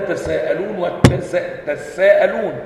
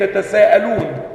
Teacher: قلنا تساءلون وتساءلون أو تساءلون وتساءلون، الأصل فيها إيه؟ تتساءلون، فأدغمت التاء في التاء · Shown in: first take